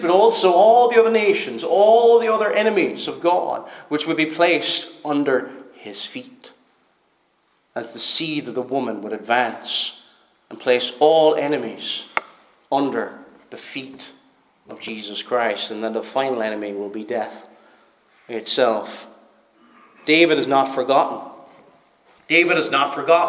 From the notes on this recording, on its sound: Preached at Stornoway Free Church -Continuing